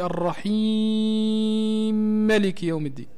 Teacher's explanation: أدغم متحرك في متحرك بعد أن سكن الأول، لذلك سمي كبير، فيها عمل كبير، سكن الأول وأدغمه في الثاني. · Term: الإدغام الكبير